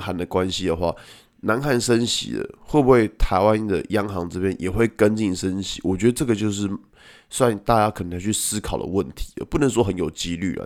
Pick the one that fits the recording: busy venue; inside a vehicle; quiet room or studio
quiet room or studio